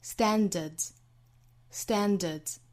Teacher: standard 后面加上 s 读 z